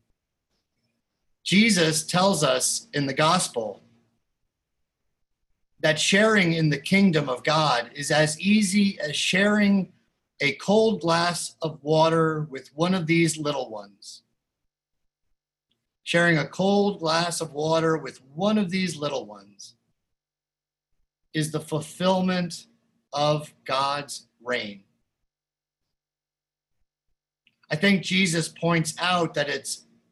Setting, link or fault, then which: link, video call